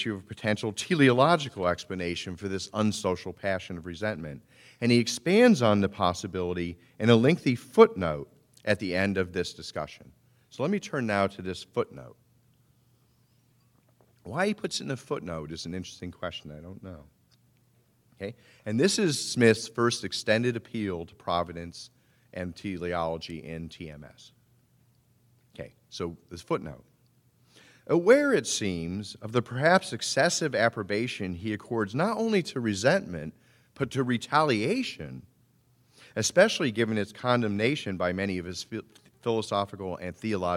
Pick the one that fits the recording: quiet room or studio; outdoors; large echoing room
large echoing room